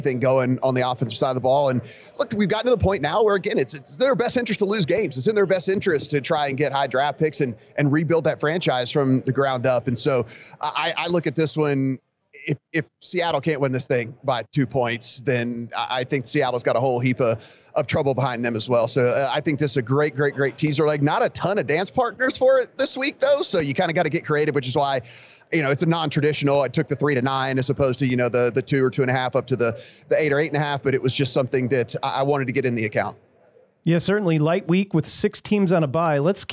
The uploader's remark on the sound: live from TPC Scottsdale's Draftkings Sportsbook